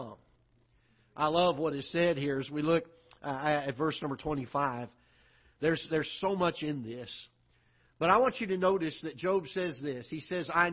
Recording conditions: large echoing room